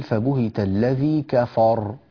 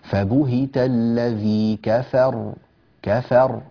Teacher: كفر أو كفر هكذا غير صحيح، كفاء الكاف والفاء مرققتان والراء مفخمة · Shown in: second take